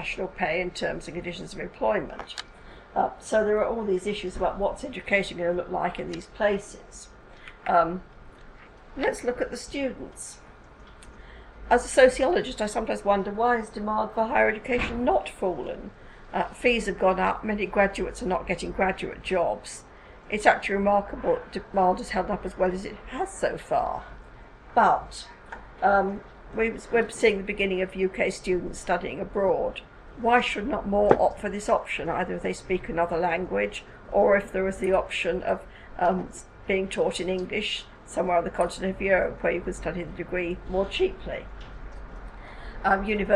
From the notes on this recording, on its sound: speaks at the SRHE Higher Education Policy Network event